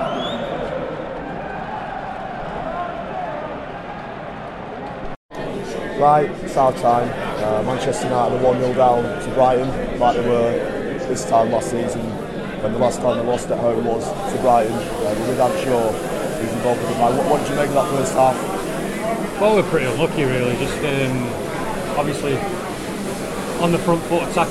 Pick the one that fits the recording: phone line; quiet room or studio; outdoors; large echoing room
outdoors